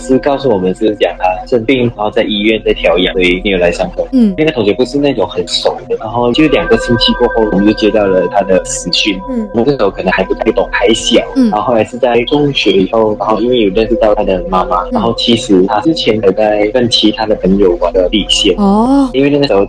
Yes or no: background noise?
yes